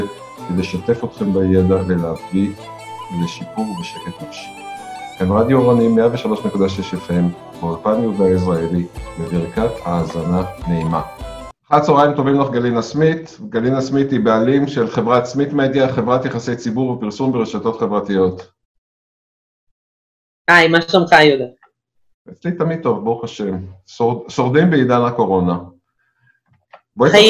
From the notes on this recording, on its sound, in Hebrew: אנחנו בתקופה קשה של מגפת הקורונה, כולנו בבית וגם תוכנית זו הוקלטה בזום בבית.